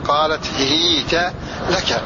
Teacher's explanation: بكسر الهاء مع فتح التاء مع سكون الياء